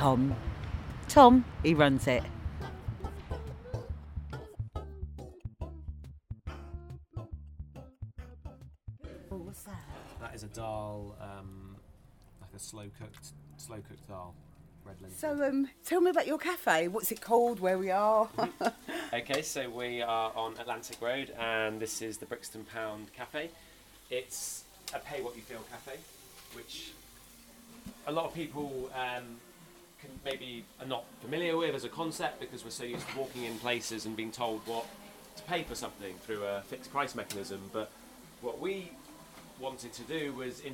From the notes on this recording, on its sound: went along to the Brixton Pound Cafe on Atlantic Road for a cup of coffee.